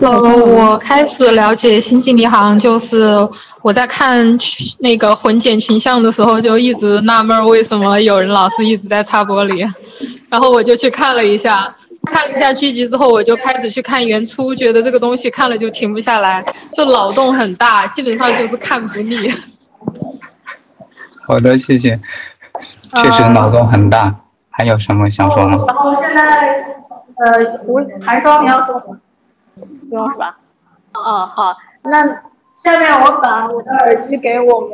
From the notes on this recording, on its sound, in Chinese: 武汉 STO2.0 活动中有幸采访了参与活动的星际迷航粉们，这是采访录音。由于有一次录音事故，前7分钟的录音丢失，抱歉。音质欠佳，抱歉。